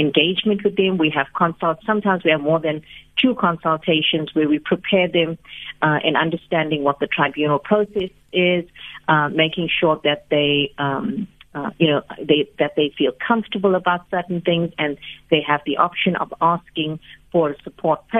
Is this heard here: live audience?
no